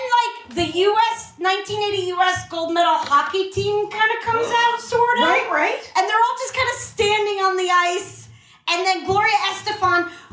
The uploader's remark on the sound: This one is LIVE. The audio is Voice MEMO bc I forgot equipment and that i was doing it live and so there’s like 10 people in the room.